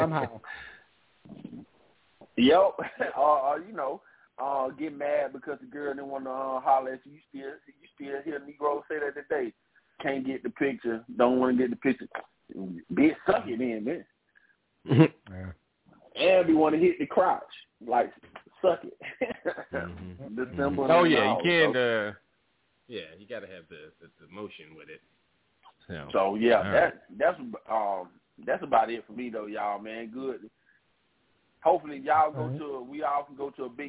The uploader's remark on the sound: Live calls, emails and more. Weekly caller, email and tweet driven show.